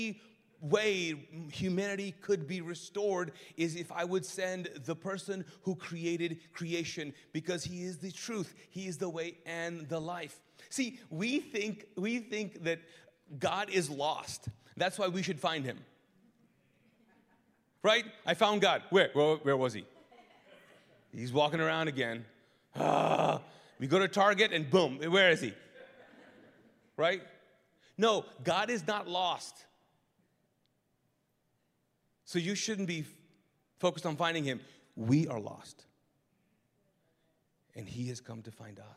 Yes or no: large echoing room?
yes